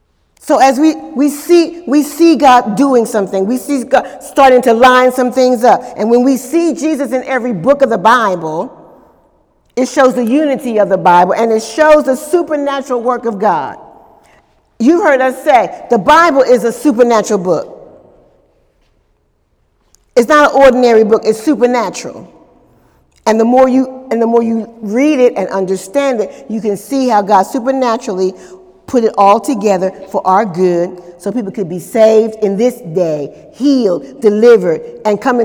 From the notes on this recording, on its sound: During Wednesday night service